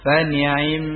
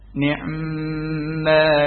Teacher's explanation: Ikhtilas dengan mendatangkan sepertiga harokat · Shown in: second take